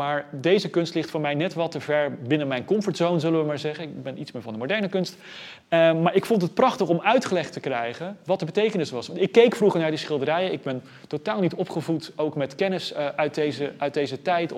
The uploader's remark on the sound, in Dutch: Deze lezing is opgenomen in Museum Catharijneconvent op 13 oktober 2020